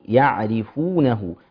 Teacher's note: الراء طبعا مكسورة تكون مرققة ونحقق الكسر فيها